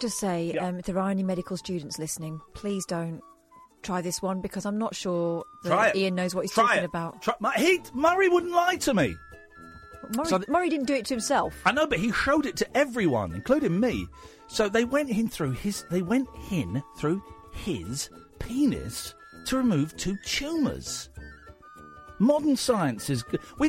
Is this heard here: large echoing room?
no